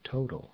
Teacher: The first T is aspirated while the second T is not. The use of aspiration in Tibetan is important in differentiating one word from another.